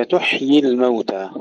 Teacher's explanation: الحاء نسكنها جيدا مع الهمس